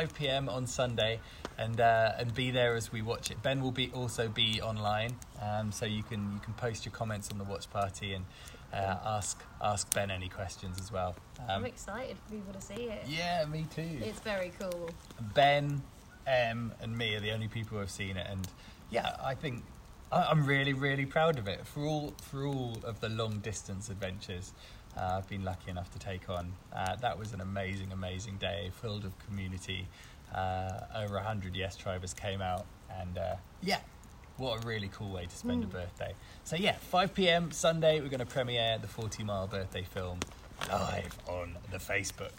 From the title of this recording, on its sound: Live From the Campfire